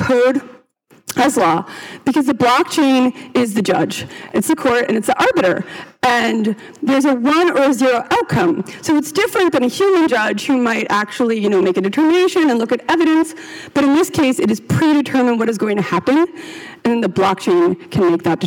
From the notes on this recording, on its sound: Three brief talks from the recent New Context Conference.